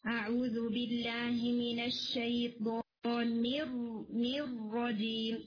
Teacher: جو حرف را ہے ساکن جب وہ ہو رہا ہے تو اس میں مخرج کو ہٹ نہیں ہو رہا، یعنی جیسے اعوذ باللہ من الشیطان مر رجیم، تو ایسا لگتا ہے جیسے آپ کی زبان ایئر میں رہ گی اور اس نے اوپر گمز کو ہٹ نہیں کیا · Term: را ساکن